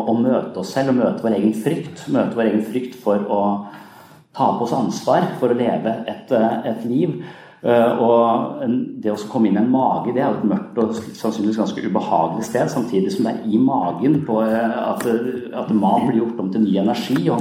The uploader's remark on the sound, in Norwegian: I denne episoden gjester vi skeptiker uka på Universitetet i Agder i regi av Laget som er et kristent studentsamfunn. Vi skal spille inn en episode av «Pastoren og Psykologen» med publikum i salen.